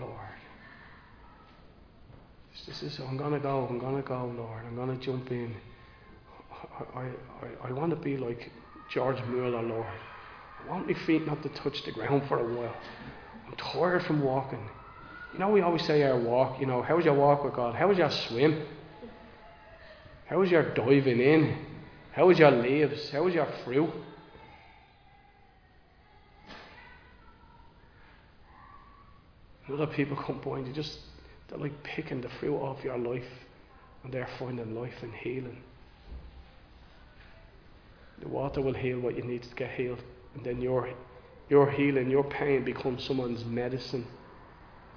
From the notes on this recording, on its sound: Recorded live in Liberty Church on 18 June 2023